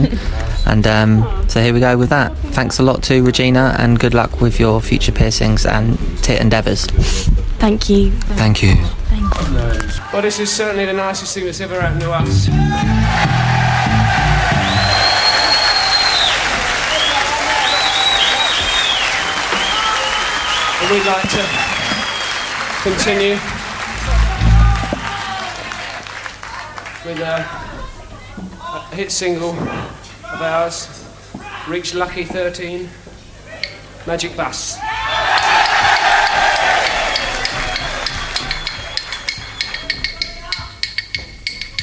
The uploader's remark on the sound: We are live on the dreary streets & pubs of Central London